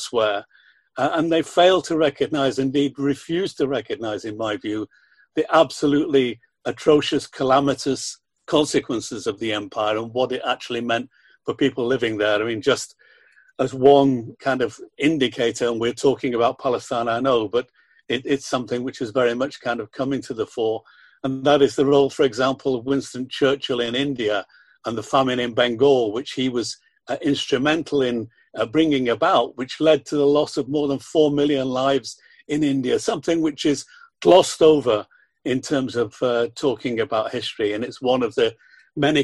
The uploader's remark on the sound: We would like to thank our colleagues in the Palestine Solidarity Campaign in England and Wales for granting us permission to use the audio of this webinar which was organised by them.